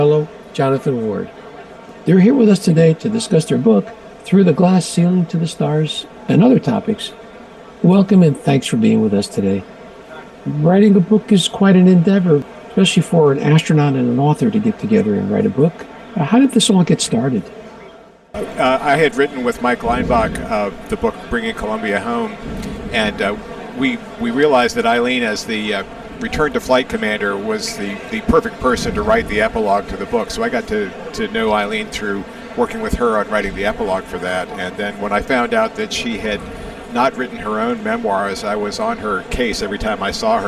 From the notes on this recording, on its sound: Recorded at the 2023 Northeast Astro Forum